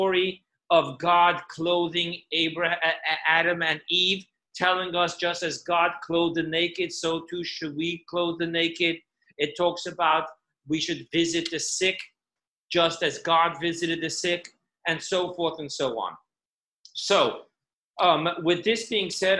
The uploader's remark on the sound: Zoom Class 5781